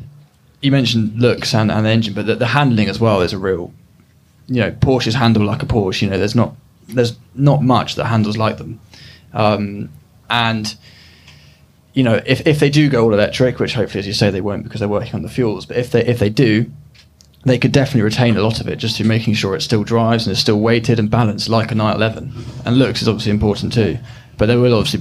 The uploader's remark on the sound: FlatSix show… live from Goodwood!